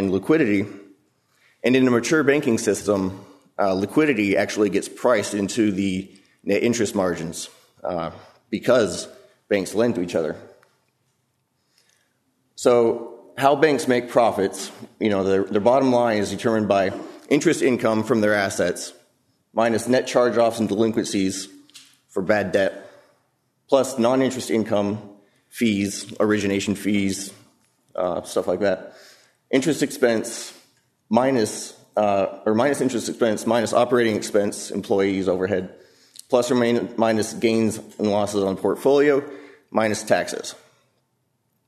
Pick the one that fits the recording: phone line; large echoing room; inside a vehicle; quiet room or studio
large echoing room